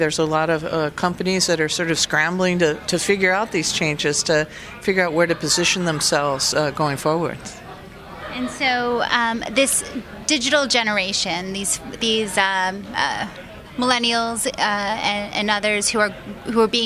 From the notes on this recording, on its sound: live from TEX LA.